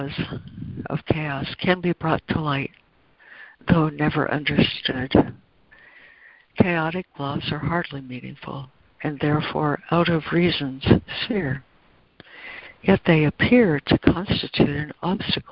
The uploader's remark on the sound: ACIM Daily Conference Call